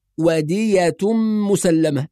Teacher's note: فالياء مفتوحة مخففة غير مشددة